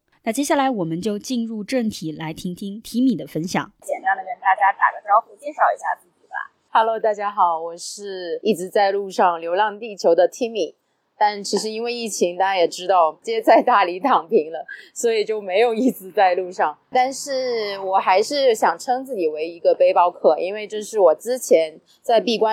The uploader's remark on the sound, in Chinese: 本期节目于户外录制，更推荐你在安静的环境下收听